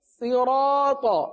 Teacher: یہاں پر بھی آپ کو را کے ساتھ الف نظر آ رہی ہے، صحیح ہے؟ اس الف کو بھی پور پڑھیں گے کیونکہ الف سے پہلے والا حرف را پور ہے، لہذا الف کو پور پڑھیں گے صراط۔